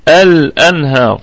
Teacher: الهمزة همزة وصل تثبت في البدء وتسقط في الوصل